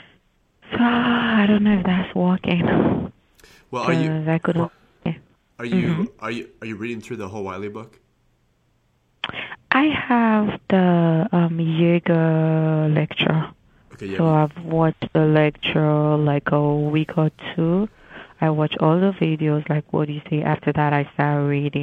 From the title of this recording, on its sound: Live Calls